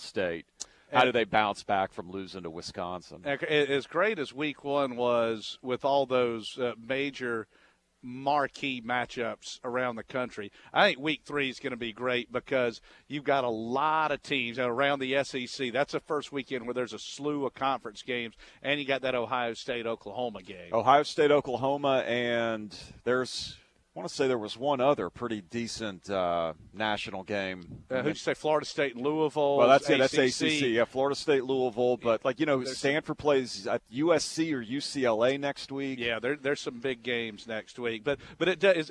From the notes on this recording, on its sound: Live from the UGA Bookstore.